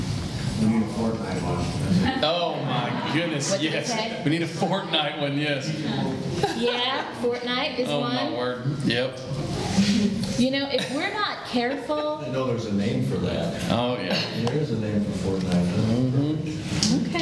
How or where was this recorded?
busy venue